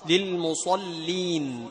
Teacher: تجعل التفخيم في الصاد فقط، للمصلين، وتجعل اللام السفلة.